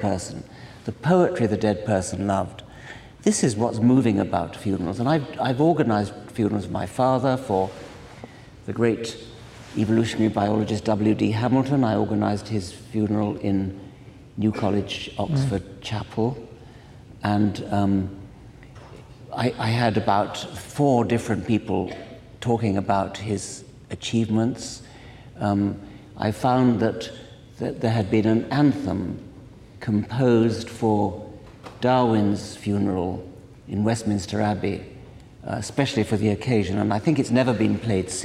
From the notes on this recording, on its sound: At a live event in Los Angeles (second of two).